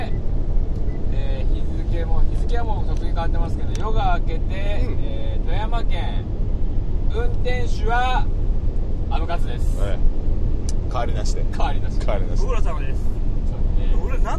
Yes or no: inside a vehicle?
yes